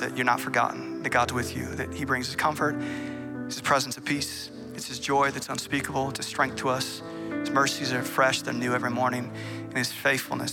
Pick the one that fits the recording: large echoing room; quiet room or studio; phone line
large echoing room